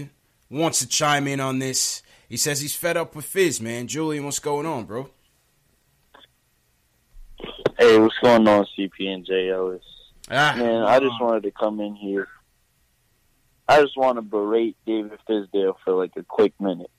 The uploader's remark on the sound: Take live phone calls from fans around the world.